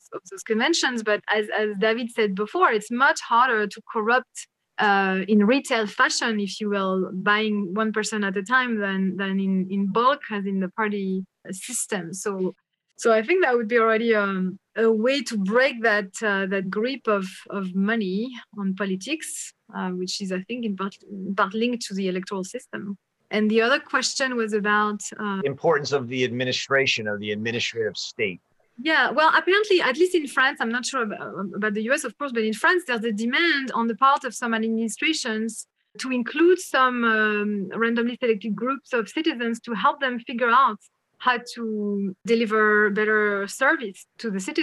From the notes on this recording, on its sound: Special Webinar.